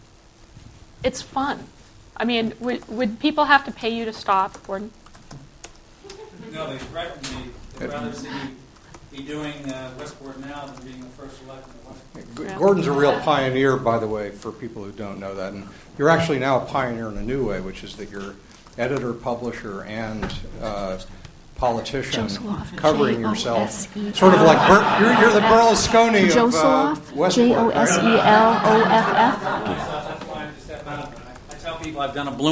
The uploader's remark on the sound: From the Citizen Journalism Unconference 2006 proceedings at Harvard Law School.